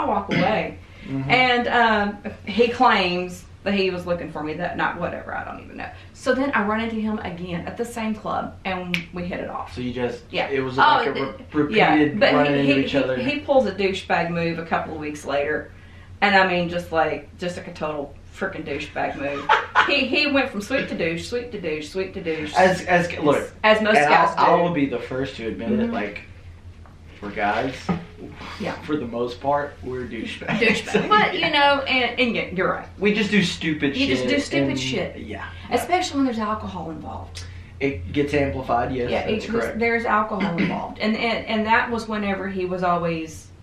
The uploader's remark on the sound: I had audio issues with the microphones so the audio is from the backup device. Apologies for the poor quality.